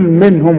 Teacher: ما تغنش النون، هتقول منهم واظهر الهاء كده، وادي الميم لازم تظهرها، منهم ونحن